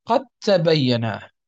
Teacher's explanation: أدغمنا تلك الدال في التاء، نقرأها جميعا هكذا قد تبين الرشد، وهي أصلها قد تبين. · Term: المتجانسين